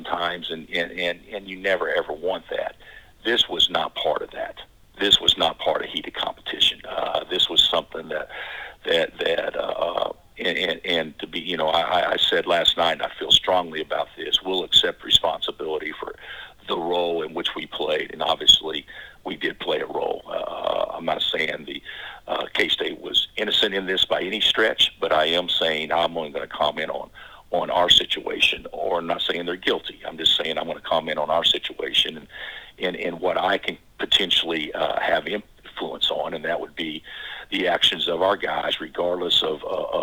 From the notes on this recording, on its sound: conference call